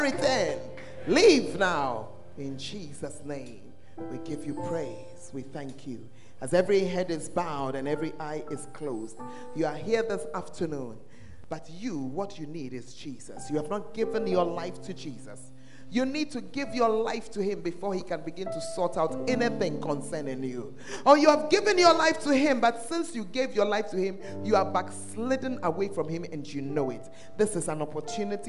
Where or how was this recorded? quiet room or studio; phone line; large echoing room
large echoing room